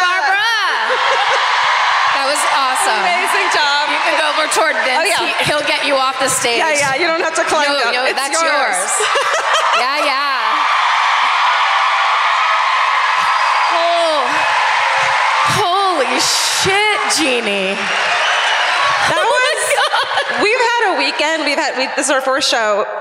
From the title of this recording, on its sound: Live at the Old National Centre in Indianapolis